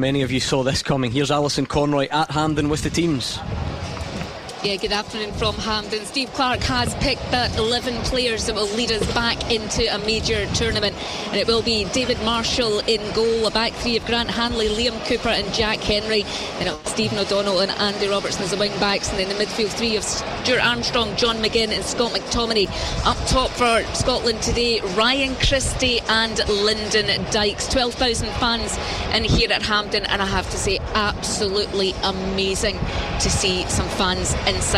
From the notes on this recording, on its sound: live from Scotland HQ at Drygate Brewery